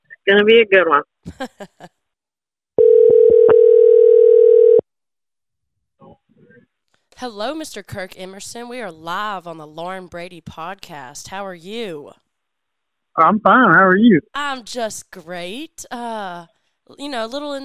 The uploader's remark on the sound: I jumped on the phone with a lot of people.